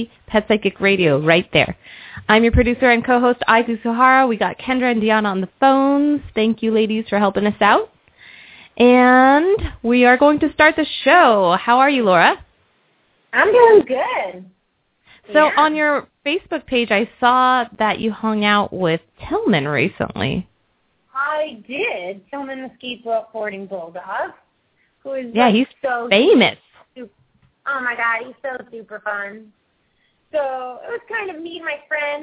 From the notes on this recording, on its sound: open up the lines for listeners to call